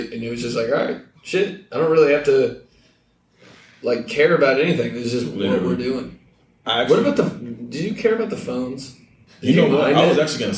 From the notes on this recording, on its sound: Really bad audio we had some technical difficulties but did our best.